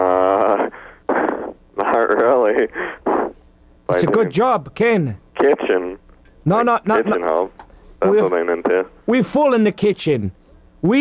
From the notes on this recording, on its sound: Prank phone call, but this time in reverse.